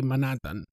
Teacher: the aspiration of the H, Italian speakers usually tend to drop it · Term: dropping of the H's